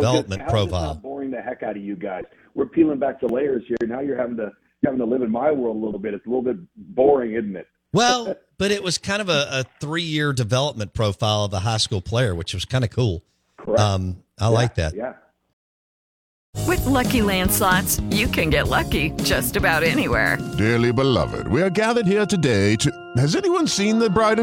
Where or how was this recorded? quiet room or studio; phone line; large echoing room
phone line